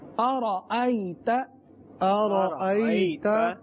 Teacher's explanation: حمزہ تحقیق کے ساتھ ادا ہوتا ہے، یعنی بہت زیادہ ظاہر کرنا، خوب واضح کرنا